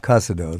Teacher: It's Casado. We accent the first syllable.